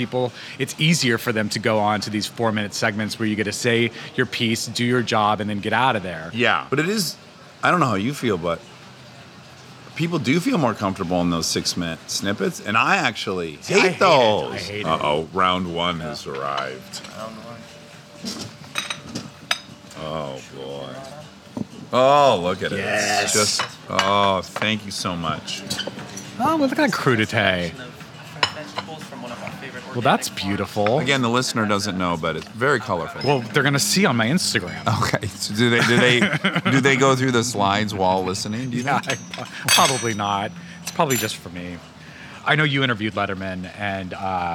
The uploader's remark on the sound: Over a burger and fries. This episode was recorded at Cara Restaurant at the Cara Hotel in Hollywood, CA.